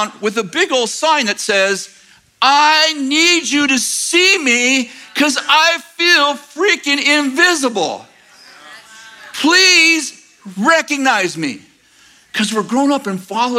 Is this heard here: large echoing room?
yes